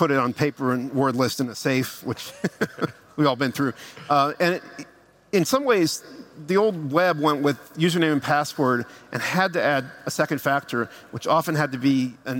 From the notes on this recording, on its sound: Live from Breakpoint 2021